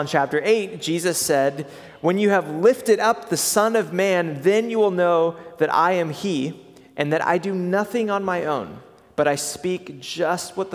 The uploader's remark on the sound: preached at Good Shepherd Oak Cliff